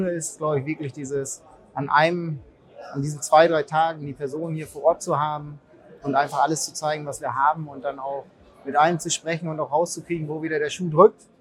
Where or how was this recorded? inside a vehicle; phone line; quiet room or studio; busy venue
busy venue